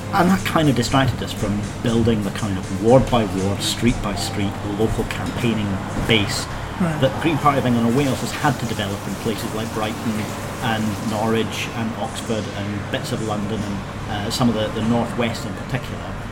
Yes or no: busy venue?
yes